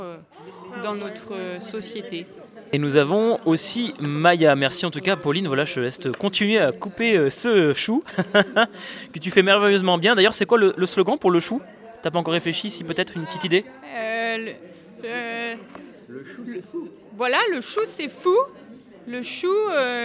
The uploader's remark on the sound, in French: Festival "Agitons Nos Idées" Conférences Gesticulées. L’émission de radiophonique, présente sur le dernier jour de festival à la MJC Saint-Just, a rassemblée au micro plusieurs invité.es comme des gesticulant.es programmé.es sur le festival, les organisateur.trices de l’événement ou encore un collectif de clowns !